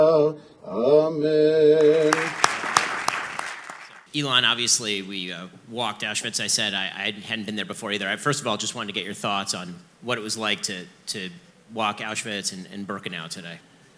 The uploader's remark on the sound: interview from inside the conference